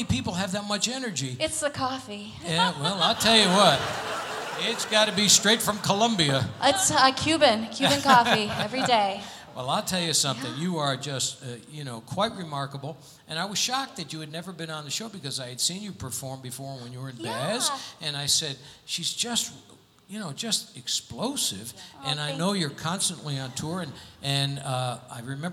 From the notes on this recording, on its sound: Live at the South Point Casino